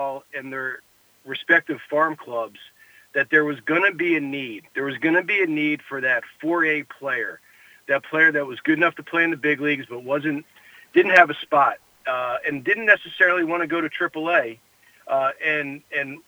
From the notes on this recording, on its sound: Former Bat Around co-host called